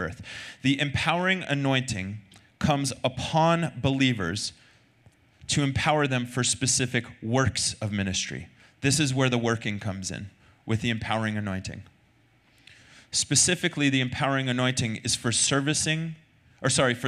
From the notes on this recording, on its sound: Recorded Sunday night service at Reunion Hawaii.